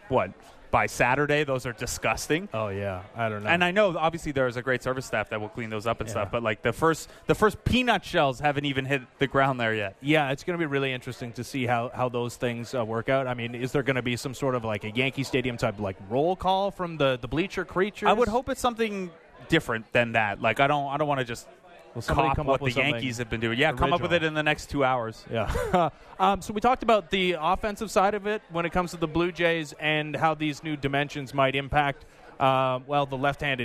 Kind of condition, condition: setting, busy venue